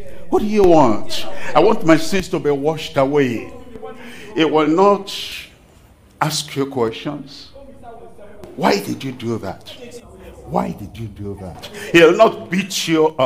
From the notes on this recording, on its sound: live from Accra, Ghana